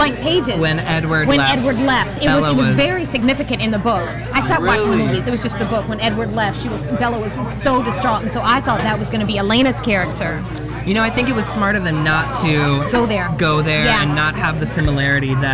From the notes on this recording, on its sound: broadcast live from the Kari Feinstein Emmy’s Style Lounge gifting suite from the world famous Mondrian Hotel on Sunset Blvd in Los Angeles